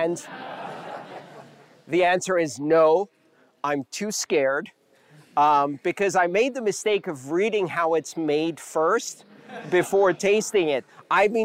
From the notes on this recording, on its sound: Live talks released in podcast form. The live crowd and that guy with the great laugh about three quarters through.